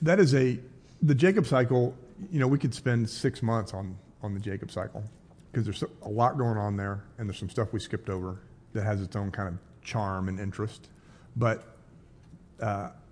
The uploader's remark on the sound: This podcast is a recorded version of a live class here at Christ United. 3101 Coit Road, Plano, TX.